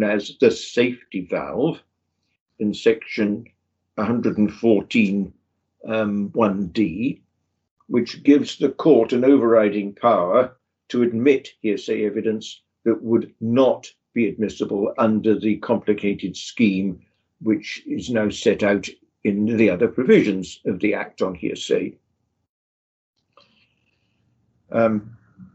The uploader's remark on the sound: The interview was recorded online